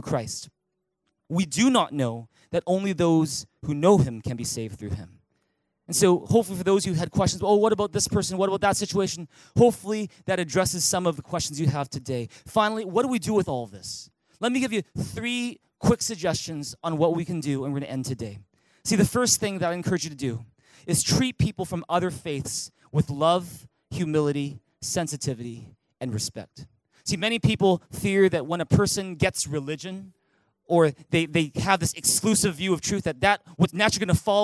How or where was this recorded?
large echoing room